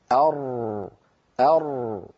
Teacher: أيضا الصورة التي على يسار اللوحة تبين لنا حقيقة هذا الأمر، وكيف أن الأسهم البيضاء تبين أن الصوت قد نشأ في الوترين الصوتيين وصعد هكذا، فلما وصل إلى منطقة طرف اللسان مر من خلال فجوة ضئيلة، من خلالها انحصر صوت الراء في الفم وصار يمر بمجرى ضيق